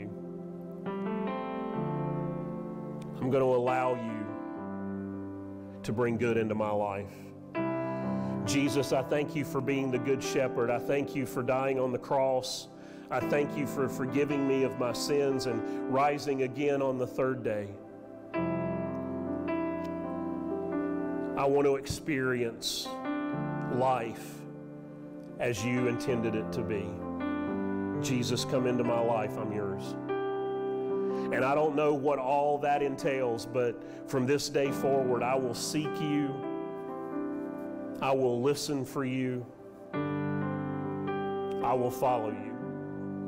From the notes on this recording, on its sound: Sermon audio from Mission Church in Locust, NC.